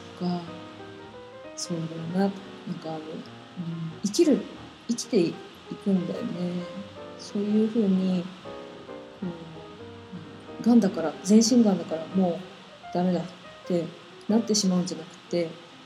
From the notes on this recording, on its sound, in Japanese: パソコンのフィンが回っちゃって雑音多いです